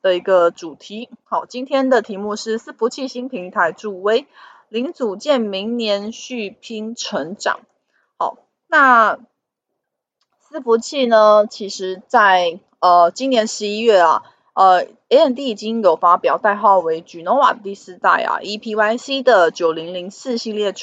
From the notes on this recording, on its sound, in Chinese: 本集有些許雜音，已亟力避免，如有察覺請多多包涵